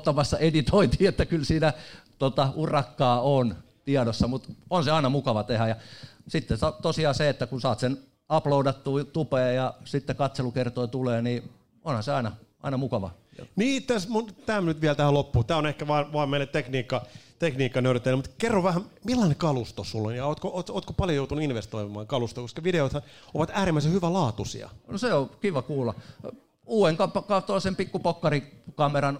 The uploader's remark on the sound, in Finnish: Jakso on tallennettu sataprosenttisesti livenä elävän yleisön edessä Ravintola Bar'kkissa.